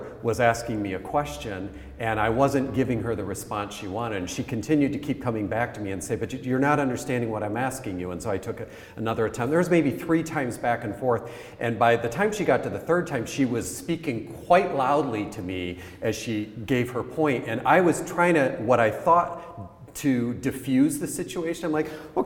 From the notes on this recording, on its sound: Our annual Inclusion Festival took the form of a dedicated radio station, broadcast live from the bookshop at the RIBA's HQ in London.